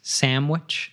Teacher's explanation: Sandwich is N-D, but a lot of times it becomes like an M sound.